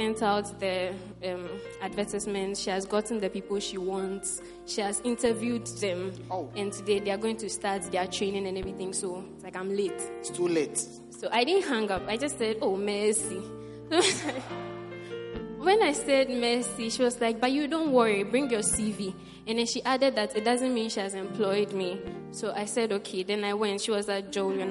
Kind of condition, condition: setting, large echoing room